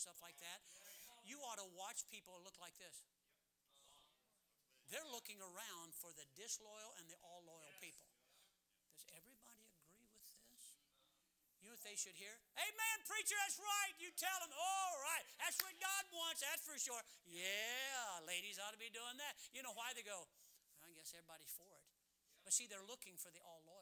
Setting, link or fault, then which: setting, large echoing room